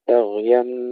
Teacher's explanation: ننتبه إلى ترقيق الباء وتفخيم الغين مع الرخاوة، بغيا وليس بغيا أو بغيا بينهم، لا نفخم الباء ولا نقلقل الغين.